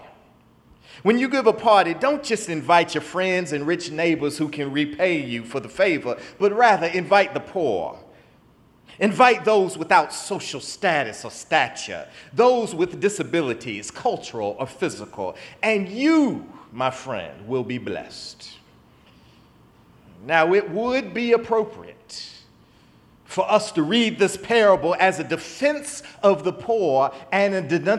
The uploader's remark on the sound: in the Memorial Church service at the Knafel Center